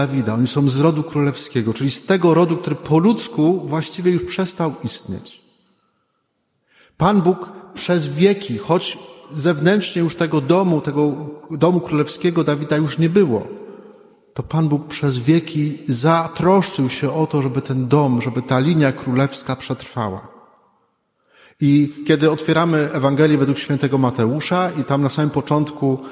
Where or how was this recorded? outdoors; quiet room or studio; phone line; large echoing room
large echoing room